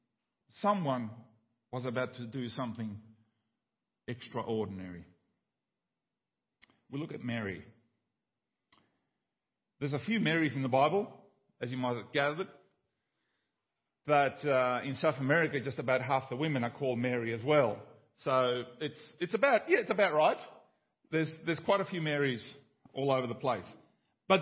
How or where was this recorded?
large echoing room